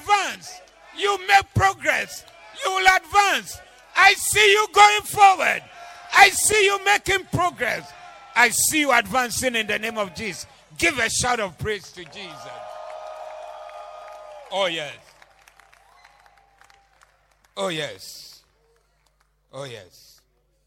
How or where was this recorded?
live audience